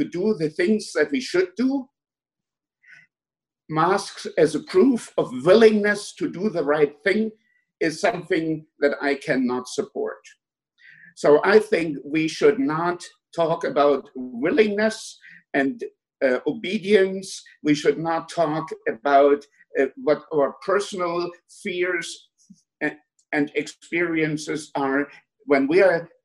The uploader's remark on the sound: A public debate hosted via Zoom by the Soho Forum on Monday, June 1, 2020. The Soho Forum typically hosts Oxford-style debates, in which a live audience votes before and after the event. Because this debate took place over Zoom, we did things a little differently.